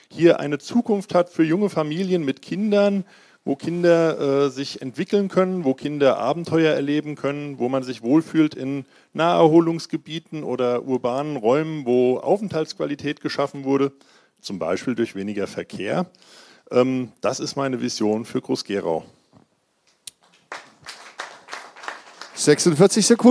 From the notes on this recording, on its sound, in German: Sachma - Der Podcast - LIVE aus dem Kulturcafé Groß-Gerau. Talkrunde.